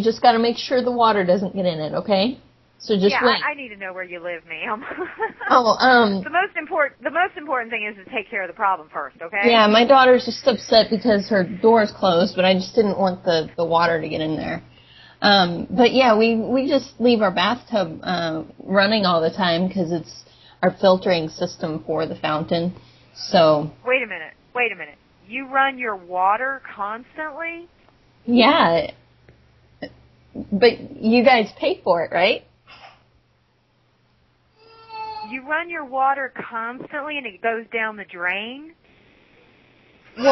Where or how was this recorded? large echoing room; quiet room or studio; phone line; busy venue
phone line